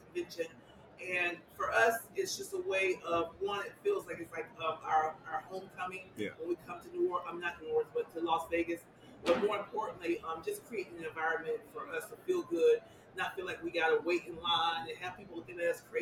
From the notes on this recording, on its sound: Recently, CashColorCannabis was live in Las Vegas for the annual MjBiz Conference. Every year, thousands of people descend onto the city of sin to network, talk shop, and build up brand awareness.